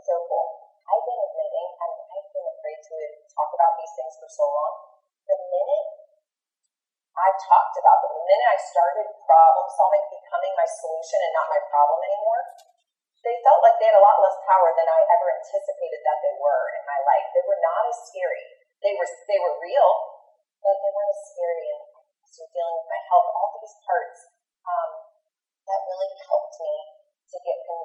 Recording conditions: poor sound quality